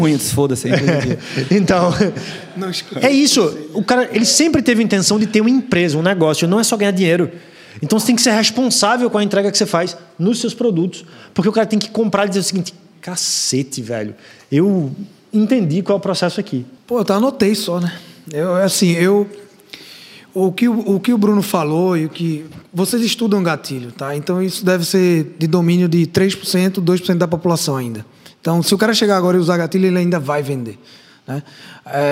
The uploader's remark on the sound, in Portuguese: Gravação AO VIVO